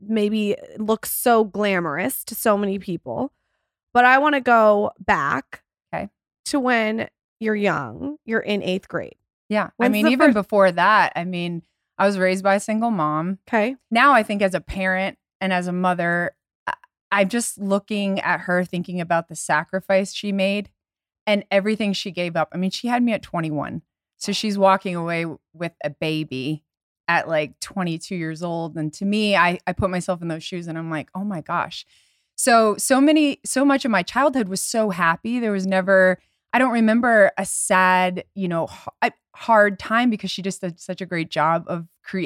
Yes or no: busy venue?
no